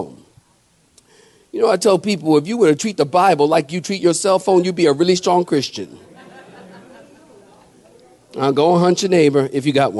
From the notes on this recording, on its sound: sermon preached at Calvary Chapel Cary.